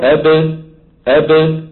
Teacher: انظر كيف أن الباء تخرج بتباعد الشفتين، يعني الآن الشفتين يلتصقان من غير صوت، يلتصقان من غير صوت، ثم تبتعدان عن بعضهما، بابتعادهما تخرج الباء الايه المقلقلة. · Term: باء مقلقلة